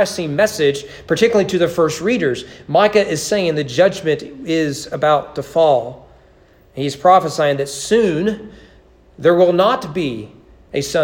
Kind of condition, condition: setting, large echoing room